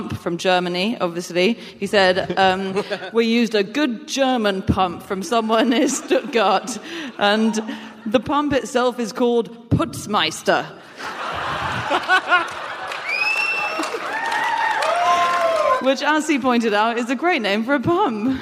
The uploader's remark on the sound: Live from Berlin